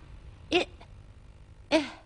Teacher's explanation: حروف أقصى الحلق الهمزة والهاء